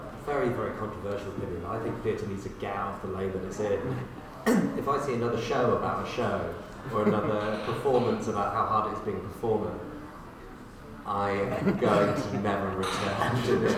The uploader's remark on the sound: Recorded live as part of TakeOver 2019.